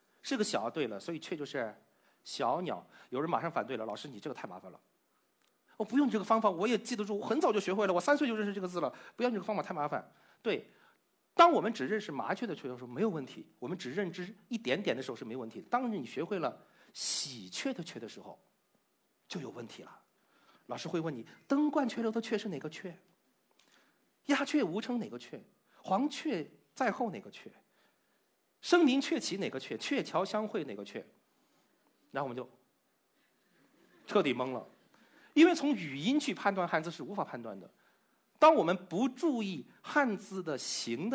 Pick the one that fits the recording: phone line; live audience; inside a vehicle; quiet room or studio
live audience